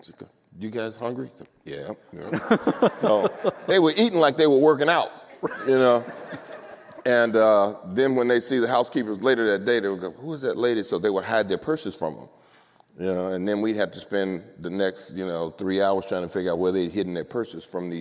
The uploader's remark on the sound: a special live taping of the podcast